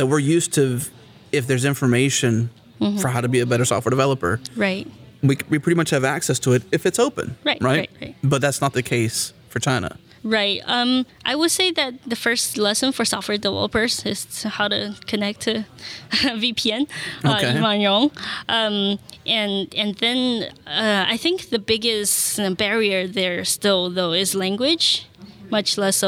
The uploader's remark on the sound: recorded at Node Interactive 2016